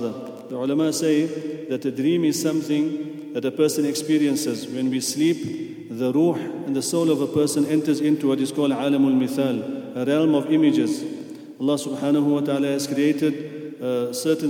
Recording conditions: large echoing room